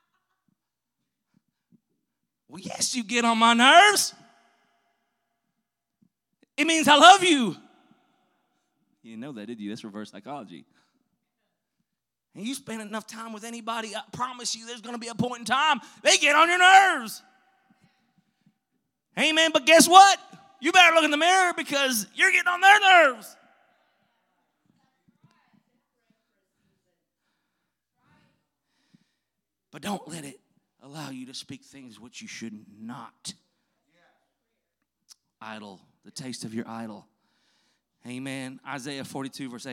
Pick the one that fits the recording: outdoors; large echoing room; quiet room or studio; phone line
large echoing room